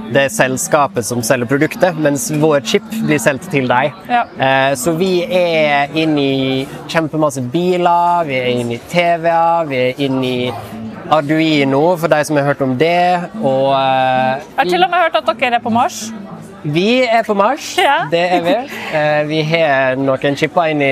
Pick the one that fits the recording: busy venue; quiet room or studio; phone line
busy venue